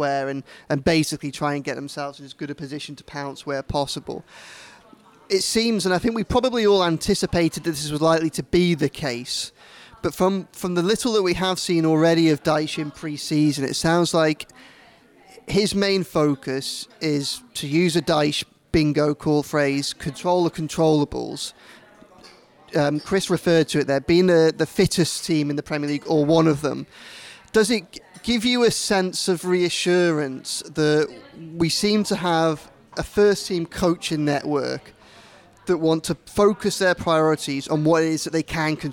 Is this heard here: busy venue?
yes